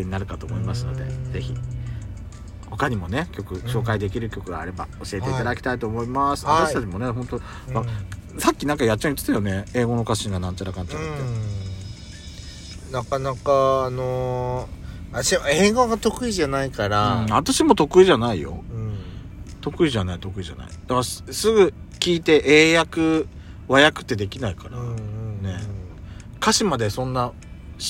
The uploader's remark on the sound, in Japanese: Radiotalk。パーキング収録。